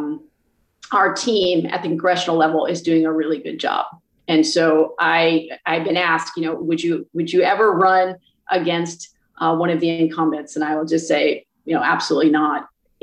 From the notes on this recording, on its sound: The historic Covid-19 session was conducted entirely online over Zoom. Was often eerily alone in her office at the Statehouse in Montpelier.